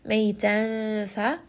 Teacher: you can hear that noon sound is not very clear. It's a little bit muddled, and it's turning a little bit into the makhraj of the fa. · bring that noon sound down into the makhraj of the fa, which is near the lips · Term: ikhfa